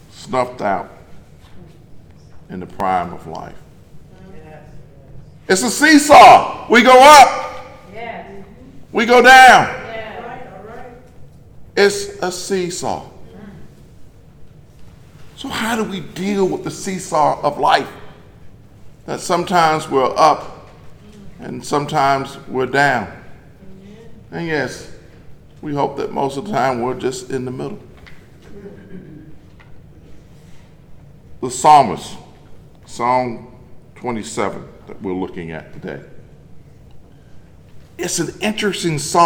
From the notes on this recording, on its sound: In a sermon recorded live at Greater Bethel in Athens